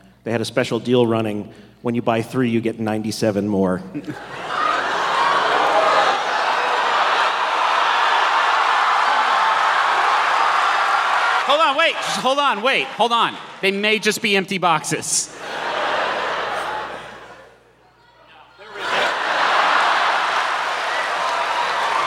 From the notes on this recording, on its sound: This live show, from our recent tour stop in Pittsburgh. We unknowingly distributed 100 KFC Doughnut Chicken Sandwiches to our audience.